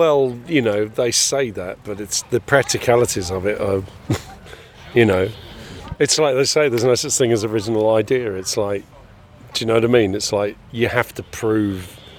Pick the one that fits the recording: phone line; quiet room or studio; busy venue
busy venue